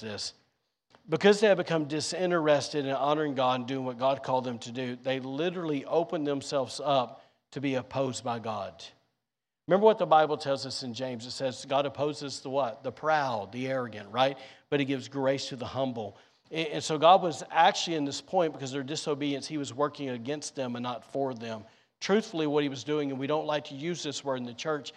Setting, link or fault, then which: setting, large echoing room